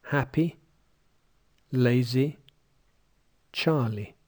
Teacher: the vowel in this position is becoming tensed so that it sounds like a short version of E · Term: tensing